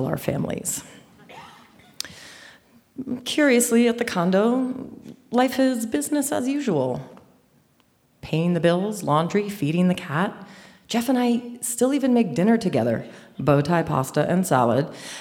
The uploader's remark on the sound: A special live edition of The Moth, brought to you from the Victoria Theater in Dayton, Ohio.